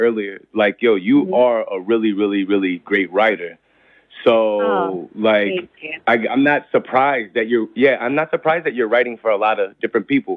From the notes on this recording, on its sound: Here's our phone call.